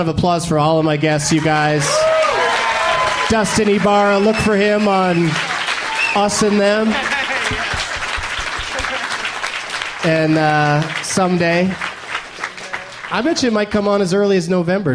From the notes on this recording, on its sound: Live from The Punchline Comedy Club in Atlanta.